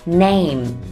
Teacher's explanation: Name 要注意结尾的 M 要闭一下嘴巴